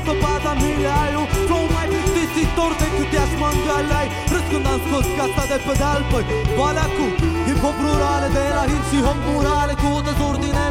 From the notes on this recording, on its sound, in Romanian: Live la Street Delivery Iasi, 2015. Multumim baietilor de la sunet pentru inregistrare. Inregistrat la Street Delivery Iasi, 2015.